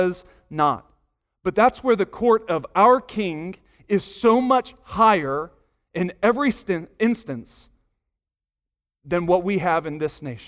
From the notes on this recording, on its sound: Sunday morning sermon audio